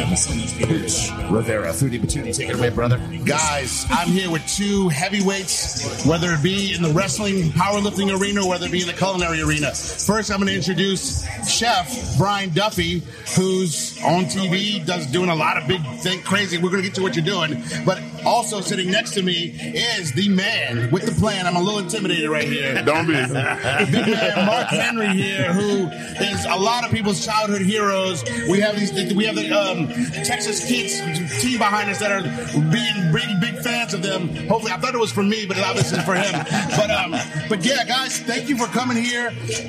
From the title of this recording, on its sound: Live From The World Food Championships